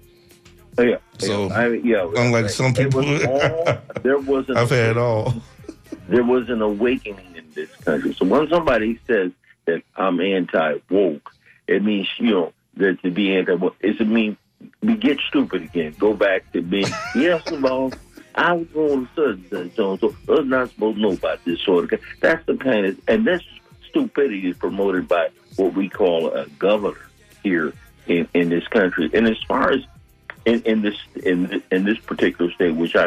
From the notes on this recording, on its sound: unique magazine format call-in show